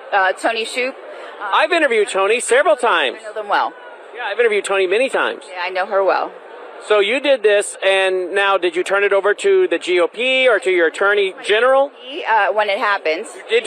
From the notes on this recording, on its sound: Live From CPAC.